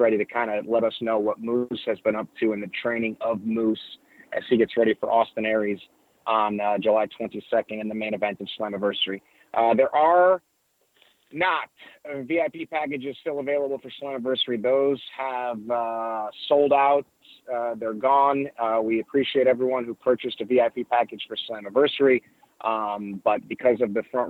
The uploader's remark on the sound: This is the full audio from Impact Wrestling's July 12, 2018 media call